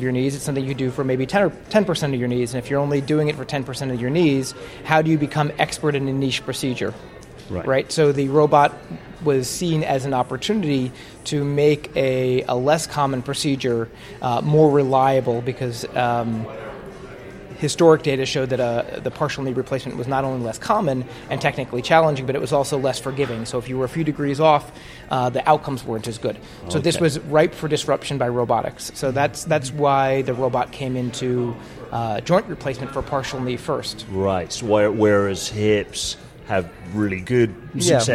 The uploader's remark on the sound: Coming at you live(ish) from the Bellagio Hotel and Casino in Las Vegas Nevada. Today is day one at the Orthopedic Summit we got to enjoy several outstanding presentations and panel discussions.